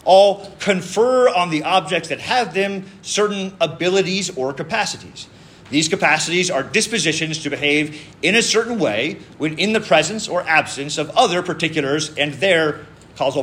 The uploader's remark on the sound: This lecture was given on July 13th, 2023, at the "Thomistic Philosophy & Natural Science Symposium" at the Dominican House of Studies.